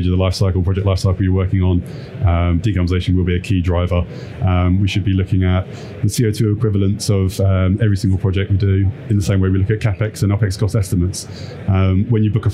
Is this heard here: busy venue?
yes